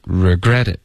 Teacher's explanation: 注意 regretit，重音是 gret，不是 re